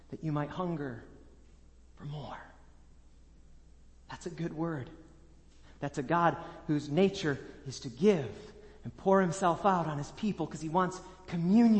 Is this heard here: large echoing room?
yes